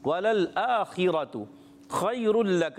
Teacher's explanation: خا کو پر رکھنا ہے، را پر دو پیش ہیں اس لیے پر رہے گا